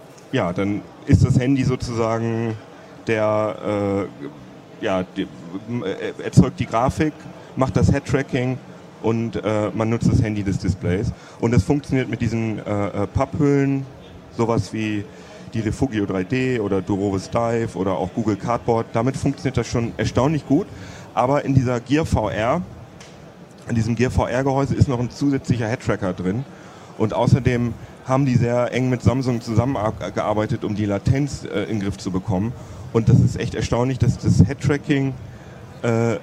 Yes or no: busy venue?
yes